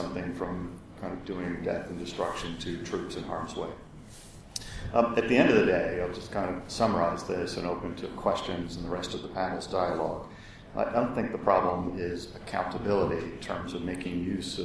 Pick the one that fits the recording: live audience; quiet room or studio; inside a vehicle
live audience